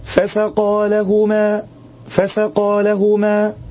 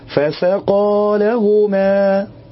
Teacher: هنلاقي ان في مد طبيعي في اخرها يمد بمقدار حركتين · Shown in: second take · فبعض الناس بيختلس في المد ده ولا يتم المد على وجهه الصحيح، بدل ما يقول فسقى بحركتين تلاقيه كأنه بيقرأ قاف مفتوحة فسقى لهما فسقى لهما، بدلا من ان يقول فسقى لهما.